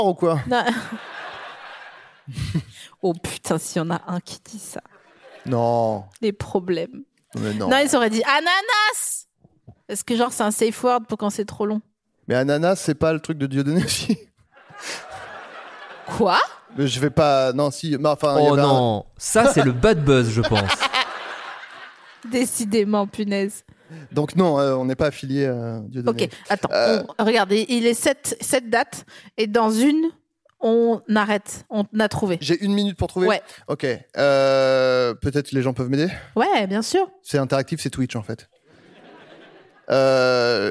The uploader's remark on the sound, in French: Produit par Binge Audio, enregistré en avril 2022 à la Scala Paris.